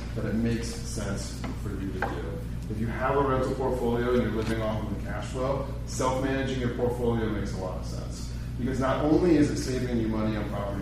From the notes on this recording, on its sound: This episode is the audio from our July 2023 meetup